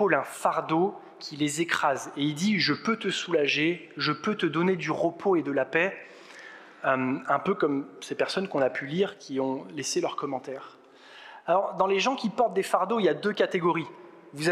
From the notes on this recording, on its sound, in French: Enregistré à l'église CVV, le 12/06/2022